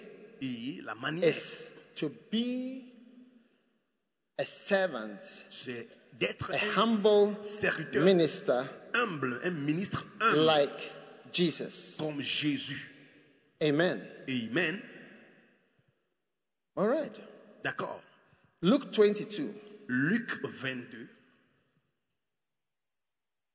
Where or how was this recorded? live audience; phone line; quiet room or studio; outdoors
live audience